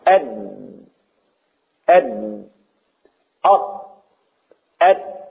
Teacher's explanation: طرف اللسان هو اللي بيخبط فوق، هو اللي بيحبس الهواء